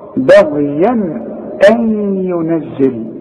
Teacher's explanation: انت لاحظت ان انا ما غنيتش هنا، ما قلتش بغيا. ليه؟ علشان عندي تنوين وبعده همزه، والهمزه من حروف الاظهار